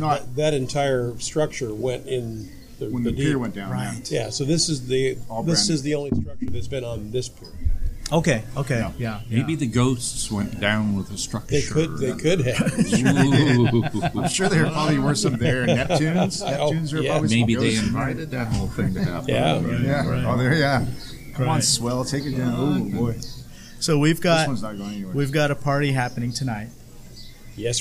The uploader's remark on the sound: from the private debut of …'s Tiki Lounge in Huntington Beach, California.